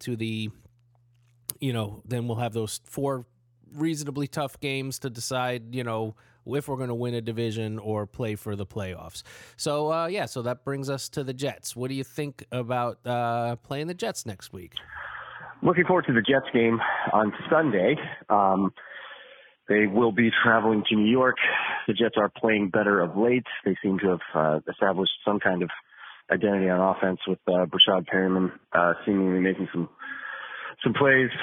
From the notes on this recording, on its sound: A quick phone